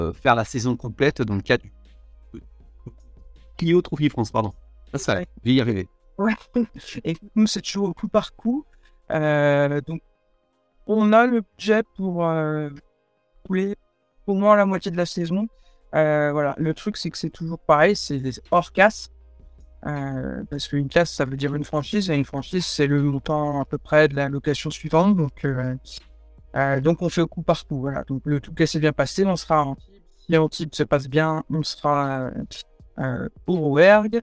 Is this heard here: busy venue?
no